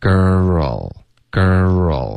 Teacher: 你见到一个 R 和一个 L 的音在一个音节内呢，应该是要导致这个分两段的这个感觉 · Term: 融合音